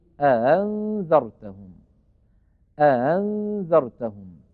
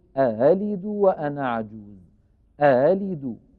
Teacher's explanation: يسهل الهمزة الثانية بين، يعني بين الهمزة المحققة والألف